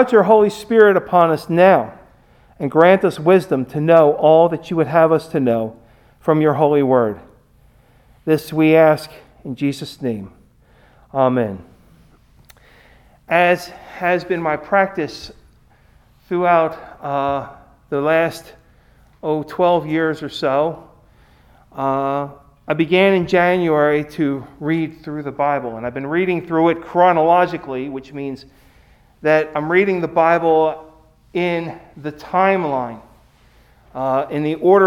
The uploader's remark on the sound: Recorded at Hudson UMC on Ash Wednesday, February 17, 2021